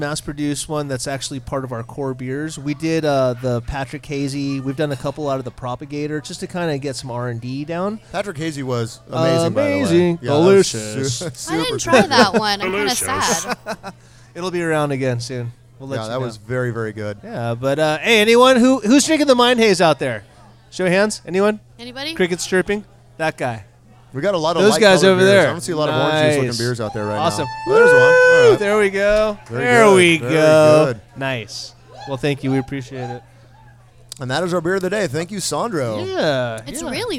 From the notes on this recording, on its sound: live from a Firestone Walker Tap Takeover